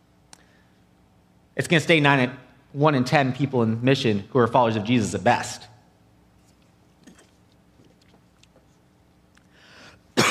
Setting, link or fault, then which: setting, large echoing room